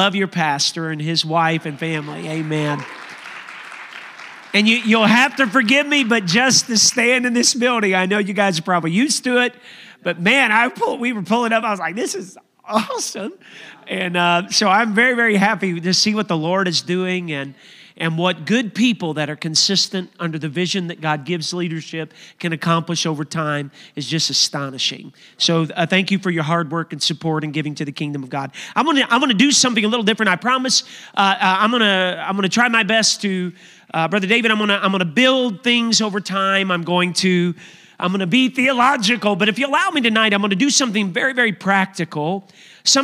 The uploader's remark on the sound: a service recording from Connect Point UPC